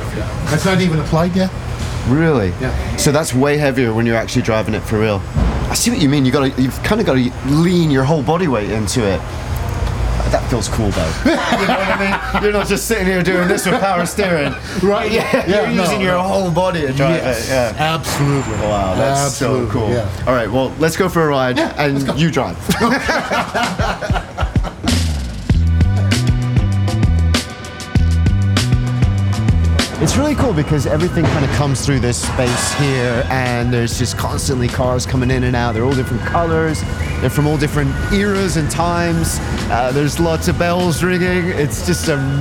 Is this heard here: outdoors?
yes